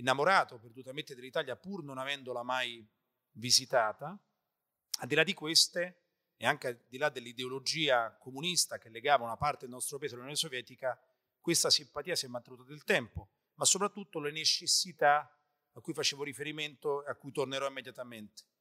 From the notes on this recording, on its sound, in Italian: Genova, VI Festival di Limes.